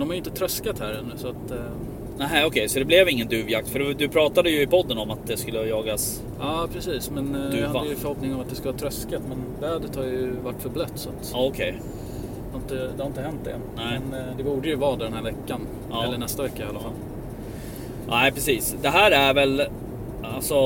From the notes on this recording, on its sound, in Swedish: Glömmer att ta med sin inspelnings grej. Spelar in via mobilen : Så ljudnivån kan vara lite svajig.